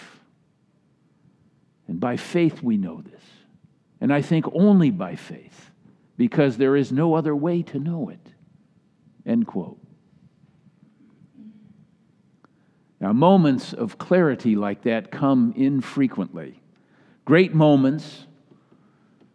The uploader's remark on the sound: Delivered during the Traditional Worship Service.